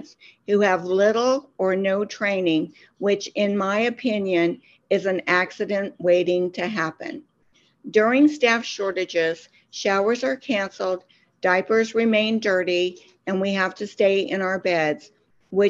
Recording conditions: video call